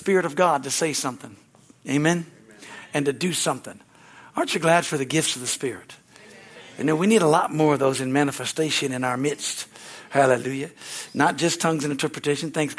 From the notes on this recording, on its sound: from the Wednesday service on July 19, 2023 at Harvest Bible Church in Stockton, CA.